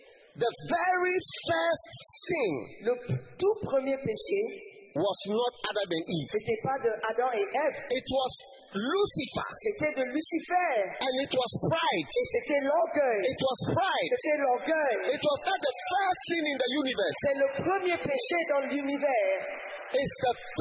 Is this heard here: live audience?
yes